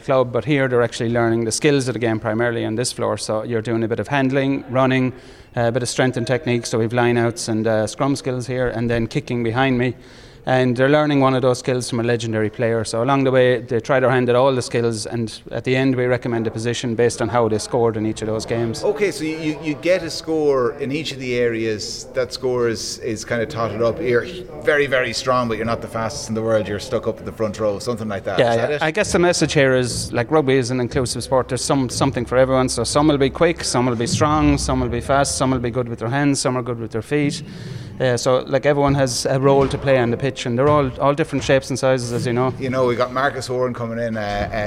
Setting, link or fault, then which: setting, busy venue